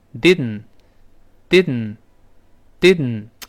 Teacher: 再快点，后面那个 t 又失去爆破了，只能听到两个声音